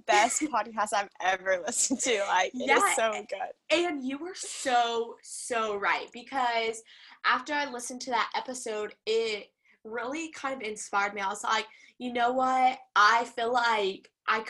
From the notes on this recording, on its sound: catch up with each other 200 miles apart on their first ever zoom podcast